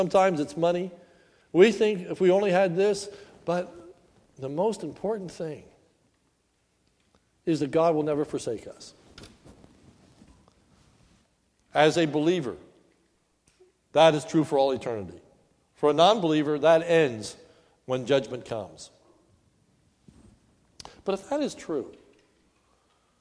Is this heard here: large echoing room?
yes